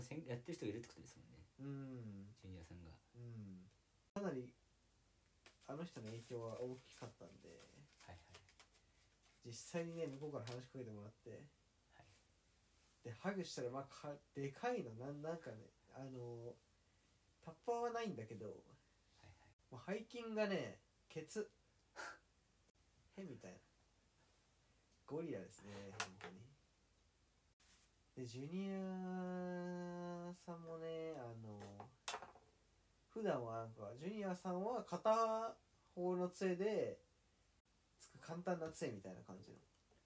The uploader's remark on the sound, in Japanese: 初撮影の為、音声小さいです。